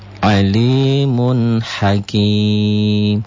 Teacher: idhar pada nun mati atau tanwin cukup dibaca terang berbunyi N jelas tanpa tidak usah ditekan.